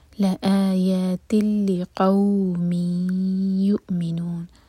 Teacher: نون کا ساؤنڈ نہیں آئے گا، تا کو ڈائریکٹلی لام سے کنیکٹ کریں گے · Term: ادغام بغیر غنہ